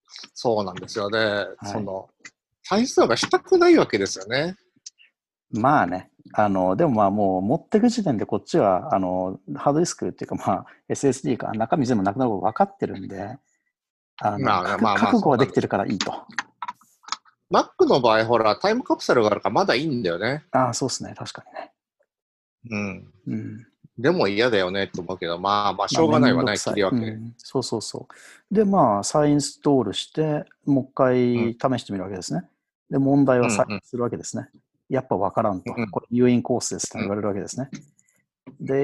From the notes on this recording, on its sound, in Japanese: ZoomでおしゃべりG.W版。Zoomを有償版にアップグレードした方がいいかなぁ～。